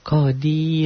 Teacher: apabila membacanya dihentikan, kodirun jadi kodir, jadi tipis